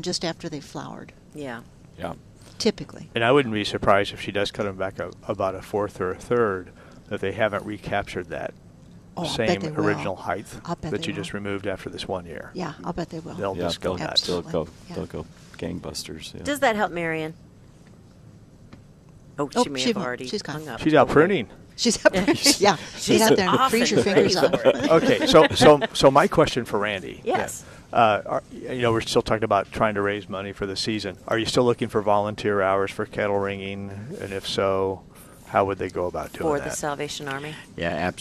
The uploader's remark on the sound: Live at Prairie Gardens 12-8-18